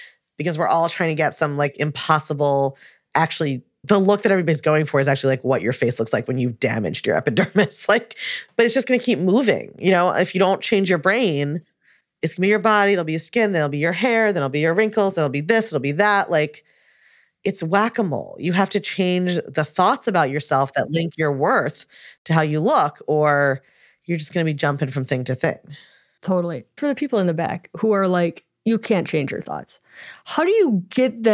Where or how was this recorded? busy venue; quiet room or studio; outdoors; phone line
quiet room or studio